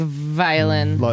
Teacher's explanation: Yeah, that's the voiced labiodental.